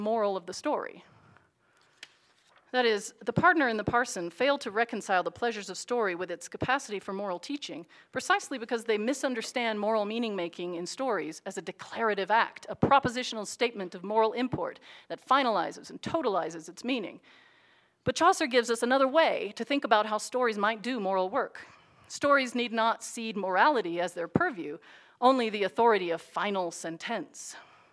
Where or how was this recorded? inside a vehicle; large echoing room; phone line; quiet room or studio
large echoing room